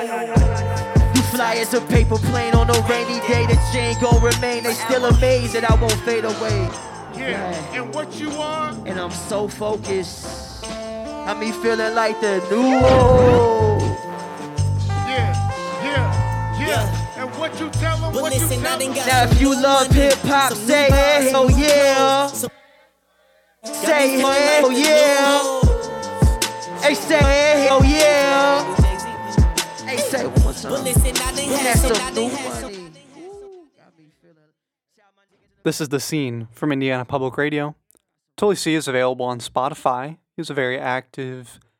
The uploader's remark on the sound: at Square Cat Vinyl as a part of the Chreece 5 festival on August 24, 2019.